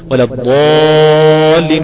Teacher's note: كيف أقرأها أقول ولا الضالين بتفخيم الألف المادية الآتية بعد الحرف المفخم